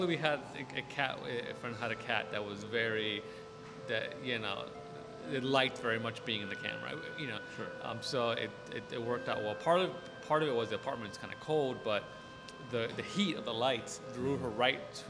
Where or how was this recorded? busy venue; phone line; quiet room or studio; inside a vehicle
busy venue